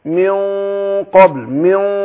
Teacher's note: بخفي النون عند القاف بس الغنة نفسها بقى اللي بتبقى من الحرف هي انا بفخمها لما بيكون بعدها ايه حرف مفخم زي القاف كده